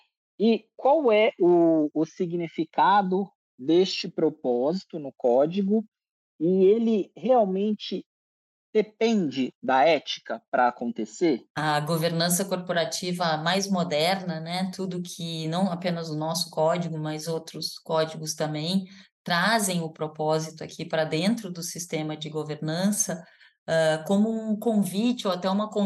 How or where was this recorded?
video call